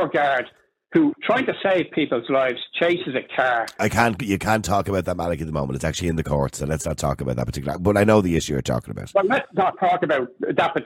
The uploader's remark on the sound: Opens the phone lines, urging listeners to share their thoughts and experiences regarding the Irish Police.